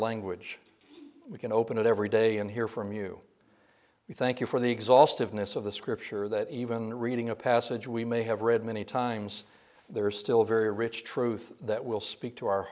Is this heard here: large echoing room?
yes